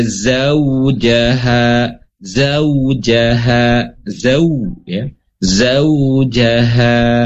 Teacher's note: Ketika fathah bertemu waw dibacanya au · Term: sifat lin